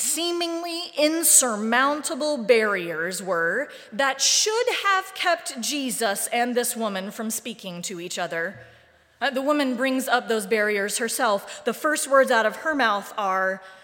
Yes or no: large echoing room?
yes